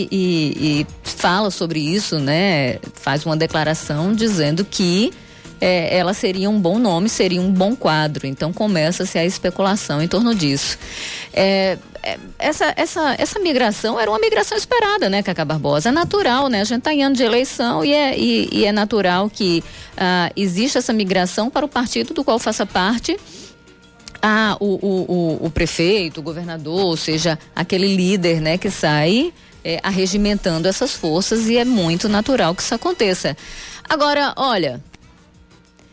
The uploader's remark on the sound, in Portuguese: Conversaram por telefone.